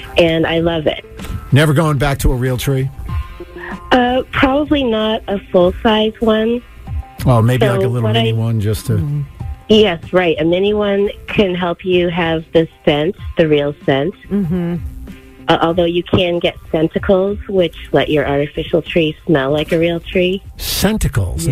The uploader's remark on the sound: The MAGIC listeners called